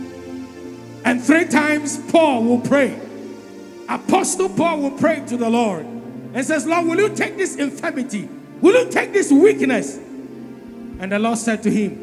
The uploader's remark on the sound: Sermon preached at CBC Shiashie Campus